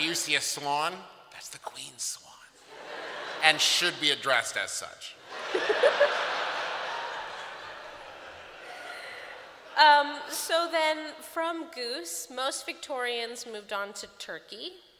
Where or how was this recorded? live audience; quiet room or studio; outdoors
live audience